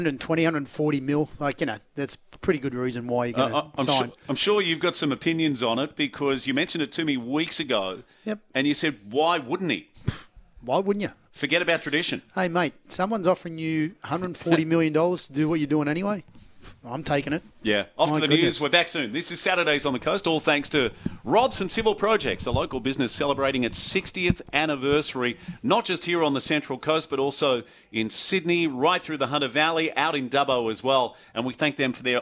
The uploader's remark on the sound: Live from the Adelaide Street Oval home of the Killarney Vale Bombers.